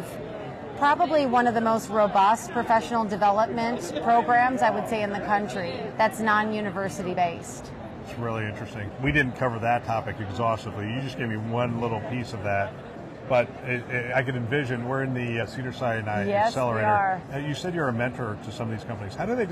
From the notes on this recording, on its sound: it’s an Interview in Action live from ViVe 2023